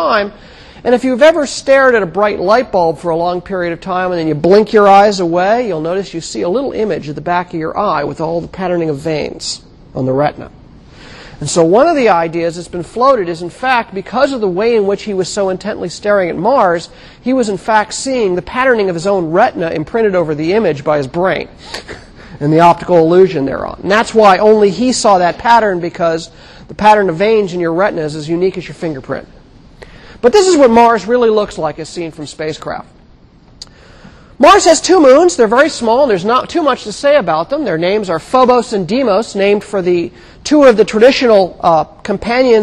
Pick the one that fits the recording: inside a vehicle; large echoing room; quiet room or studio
large echoing room